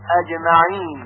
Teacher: در هنگام تلفظ حرف جیم وسط زبان به طرف سقف دهان بالا میرد و خیلی به اون نزدیک میشه، به طوری که حس میکنیم وسط زبان کاملا به سقف دهان متصل شده.